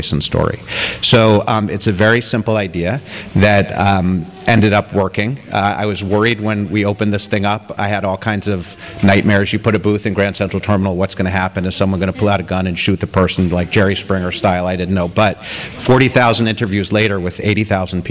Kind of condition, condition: setting, live audience